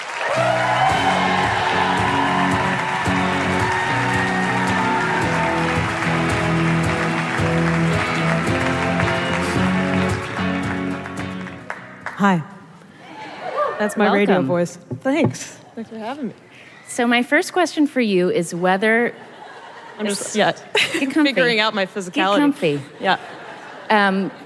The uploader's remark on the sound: Live from the Werk It Women's Podcast Festival at the Ace Hotel in downtown LA